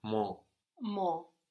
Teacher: So again, we're not pronouncing the consonant on the end, but this isn't just any old consonant, no, it's an N, which means we also swallow it into the vowel and make it more nasal